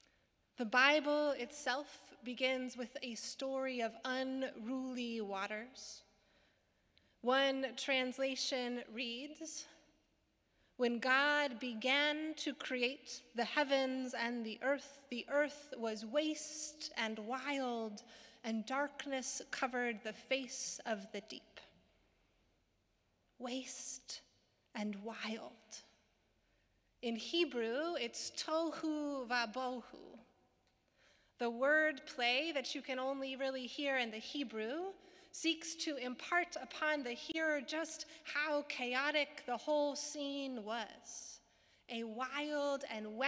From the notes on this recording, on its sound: Sermons from Old South Church in Boston